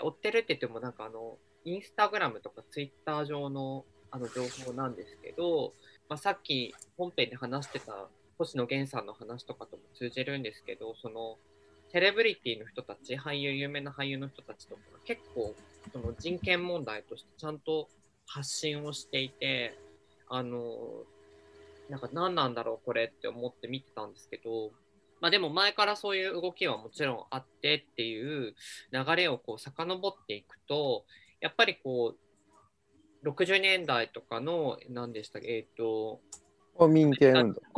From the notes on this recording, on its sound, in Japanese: 生放送後のZOOM収録のため音質は良くない部分があります。